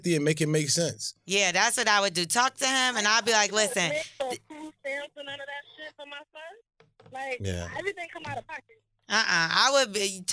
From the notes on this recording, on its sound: They took it to the phone lines to see if the listeners were team beast or team bully.